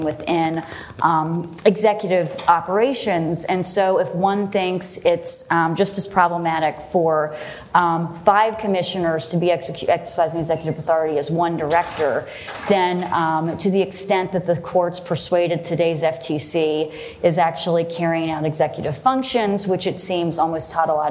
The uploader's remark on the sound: This episode is from the second panel of the Gray Center’s October 14 conference